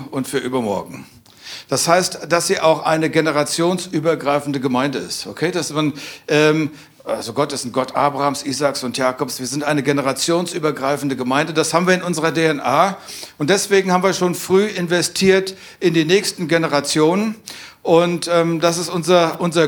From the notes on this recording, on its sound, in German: aus unserem Vision Sunday Gottesdienst